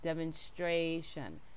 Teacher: in a word like demonstration, demonstration, we're making the A long